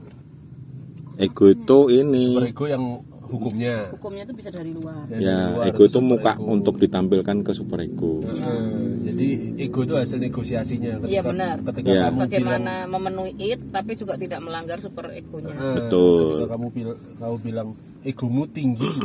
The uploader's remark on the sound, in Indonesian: Kami rekaman di parkiran MC D Sudirman Jogja biar ada sensasi mobil goyangnya gaes.